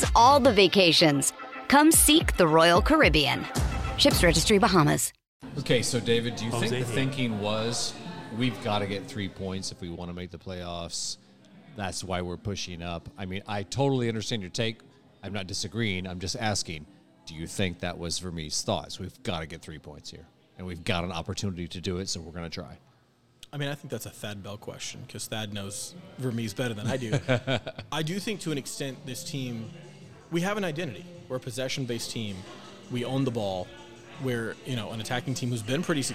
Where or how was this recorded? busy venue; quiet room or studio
busy venue